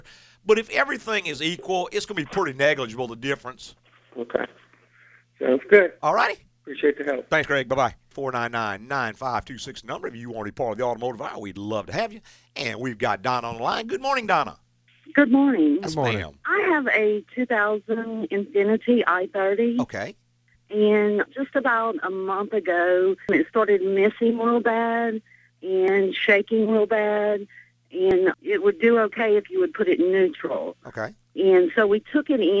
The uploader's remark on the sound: answer calls from listeners in the last live show of 2012